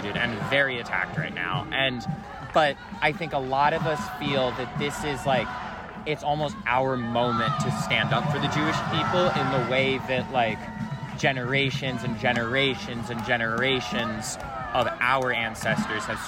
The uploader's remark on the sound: The following is a series of audios recorded on the main quad of the University of Chicago on Thursday, October 19, 2023. It features interviews with pro-Palestinian and pro-Israeli community members demonstrating at around 12 p.m. The audio is mostly unedited, with some segments omitted for brevity’s sake.